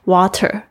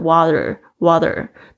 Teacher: 介于两个元音之间的 T，它会有浊化的现象，所以会变成好像 L 的这样的声音 · Shown in: second take